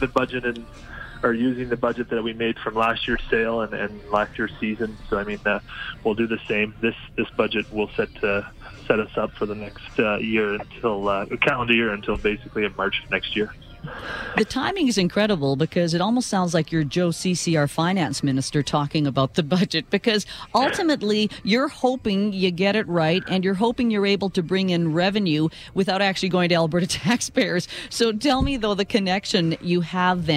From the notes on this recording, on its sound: We are live on location at the 2018 Calgary Stampede canvas auction!